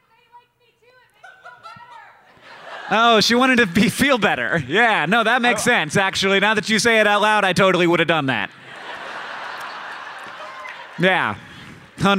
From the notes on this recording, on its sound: Live at PodCon! This episode was recorded live at PodCon 2 in Seattle, WA.